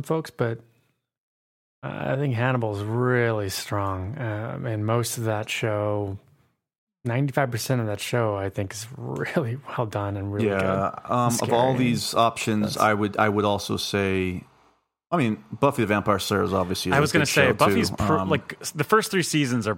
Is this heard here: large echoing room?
no